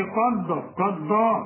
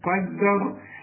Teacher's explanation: خد بالك من الدال احسن تطلعها ضاد · Shown in: second take